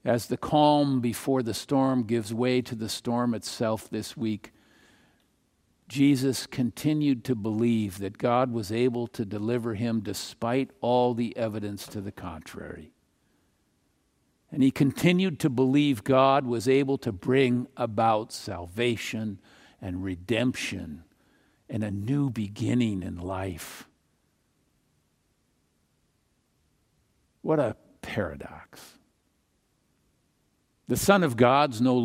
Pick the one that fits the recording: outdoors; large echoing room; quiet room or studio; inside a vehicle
large echoing room